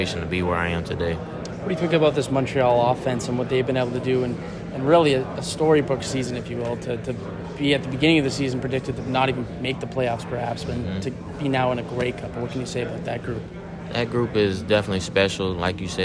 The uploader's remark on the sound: On day three of the 2023 Grey Cup Festival. Catches up with several players at media day.